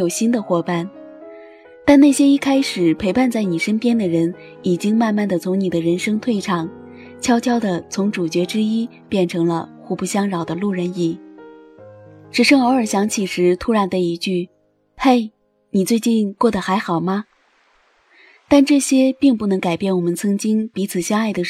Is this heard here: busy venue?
no